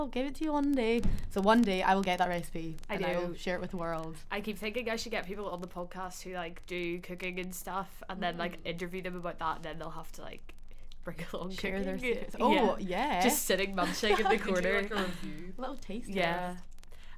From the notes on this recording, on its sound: please enjoy the sound of the festive "crackling fire" in the background of this podcast (I literally don't know what happened with the mics)